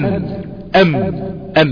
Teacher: الميم تخرج من الشفتين بانطباقهما · Term: حرف الميم